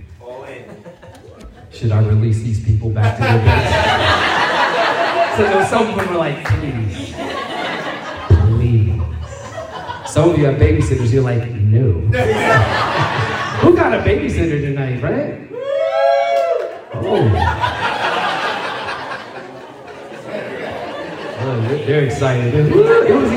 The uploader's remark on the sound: Hopefully the audio is good enough to follow.